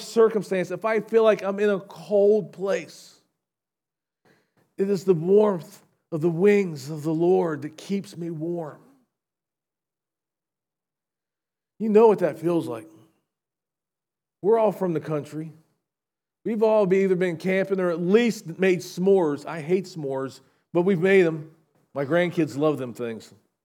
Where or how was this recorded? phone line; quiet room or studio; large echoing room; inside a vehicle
large echoing room